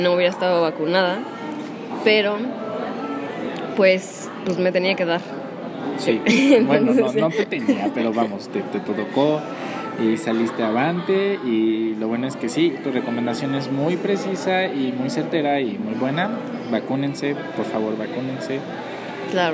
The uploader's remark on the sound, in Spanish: Grabado en un café.